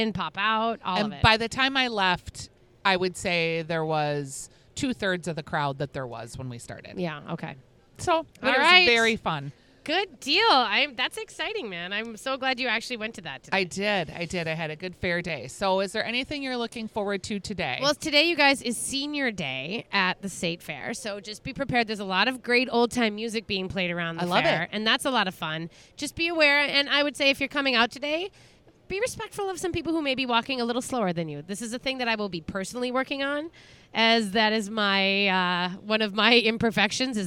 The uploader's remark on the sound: Live from a Yellow Picnic Table and Feeling Every Minute of It! The Ball Park beer stand.